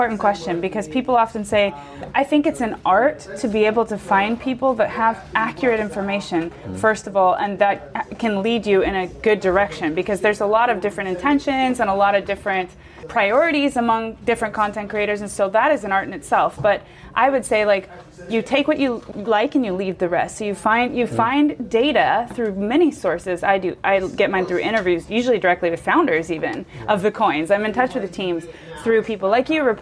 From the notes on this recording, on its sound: This episode was recorded at Web Summit in Media Village on November 14, 2023.